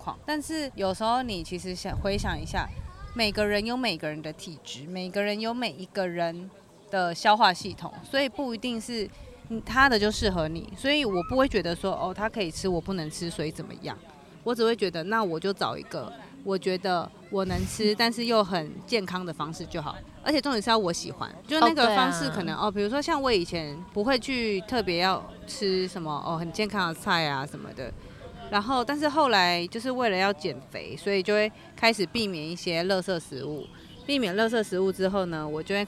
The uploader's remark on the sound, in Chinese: 說走就走的戶外錄音。這集是一個臨時的特別錄音室。